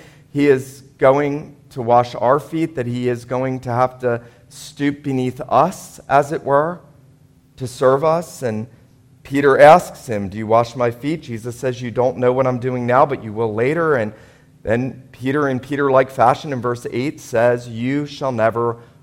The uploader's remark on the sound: This was a Maundy Thursday sermon preached at Wayside PCA on Signal Mountain, TN.